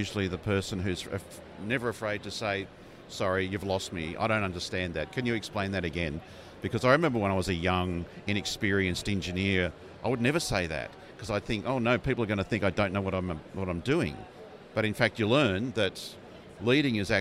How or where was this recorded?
busy venue